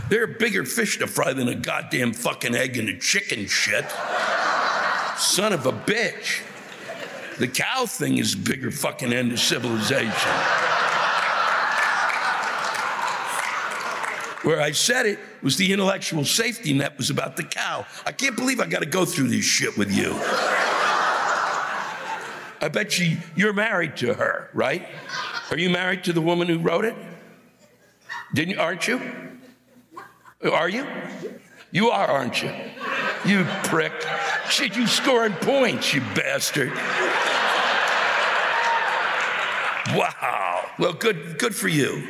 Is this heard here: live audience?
yes